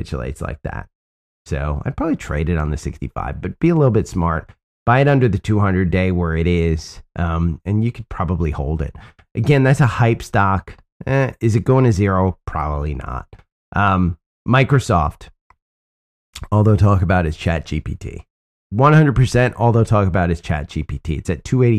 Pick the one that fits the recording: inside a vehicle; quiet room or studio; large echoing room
quiet room or studio